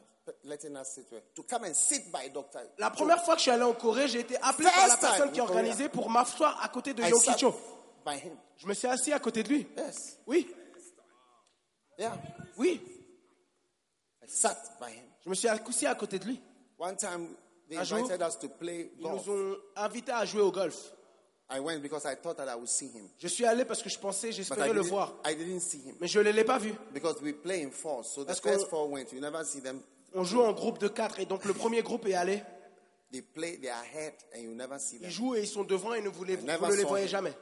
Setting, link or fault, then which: setting, live audience